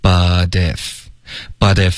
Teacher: But if 我们会连读，然后把 T 的音浊化